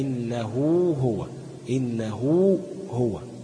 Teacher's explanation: مثاله إنه هو النون متحركة والهاء بتاعته هو متحركة يبقى تمد، يبقى إنه هو، إنه هو، يبقى مد الهاء بتاعت إنه، ما ينفعش أخطفها ما أقولش إنه هو، لا. · Term: مد الصلة